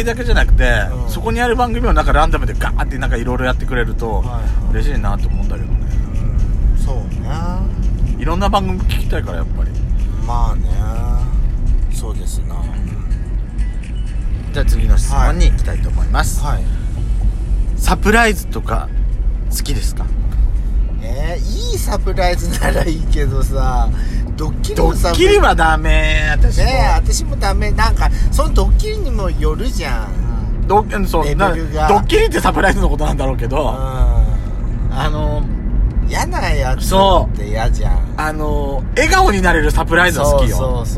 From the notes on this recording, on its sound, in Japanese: 2人組。ドスドライブ収録。ロードノイズゴメンね。